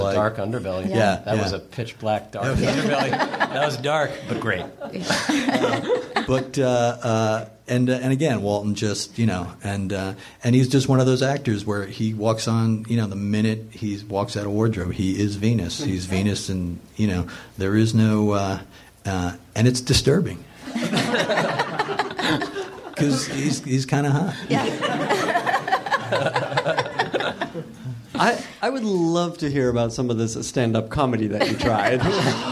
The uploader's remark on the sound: Recorded live at Meltdown on December 8, 2013.